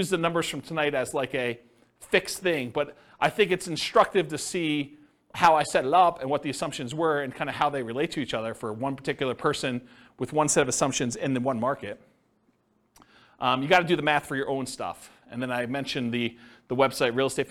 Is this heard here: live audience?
yes